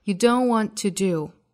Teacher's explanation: don't 尾部的 t 和 want 尾部的 t 我们都可以略掉